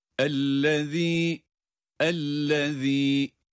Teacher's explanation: Bakınız, çeneler düz. Zel harfinde sadece dil ucunu ön dişlerin başlarından birazcık dışarı çıkarıyoruz. Dil ağızda düz duruyor.